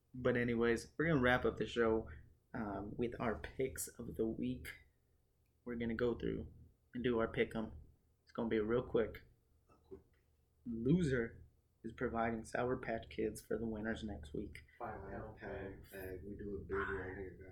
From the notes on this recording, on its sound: Due to a technical difficulty the audio is poor.